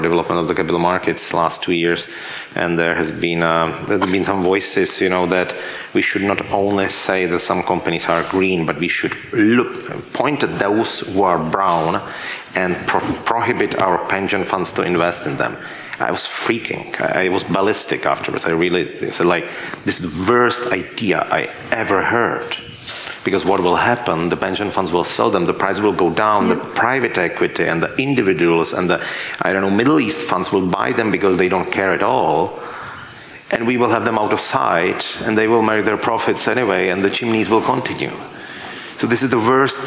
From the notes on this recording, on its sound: panel discussion from the CEE Sustainable Finance Summit 2022